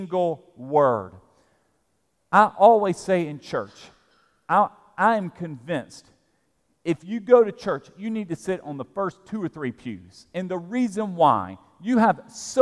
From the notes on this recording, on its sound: at Broadway Baptist Church, Lexington, Kentucky